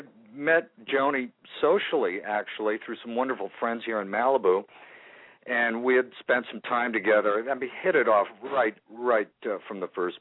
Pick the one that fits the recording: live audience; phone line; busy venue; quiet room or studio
phone line